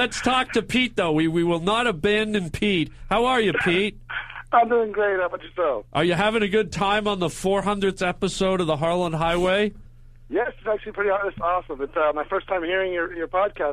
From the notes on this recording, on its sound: This is 400 - B the IN STUDIO AT UNIVERSAL CITY episode. Live calls and webcast.